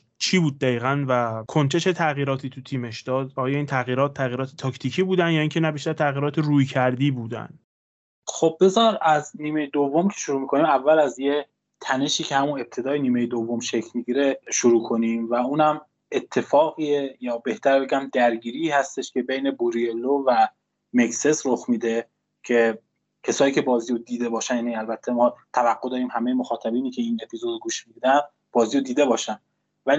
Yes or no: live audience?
no